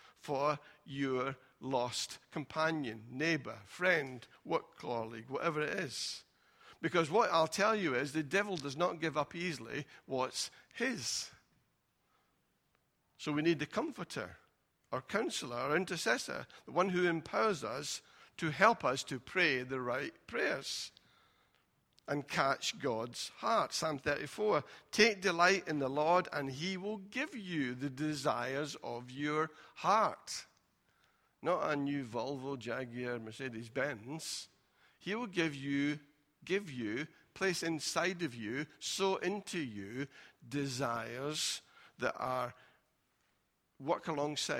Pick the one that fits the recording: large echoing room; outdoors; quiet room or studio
large echoing room